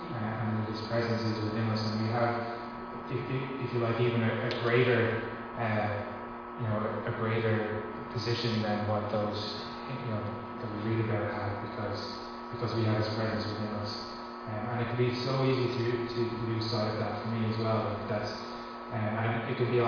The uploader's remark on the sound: Recorded live at Liberty Church on 23th August 2020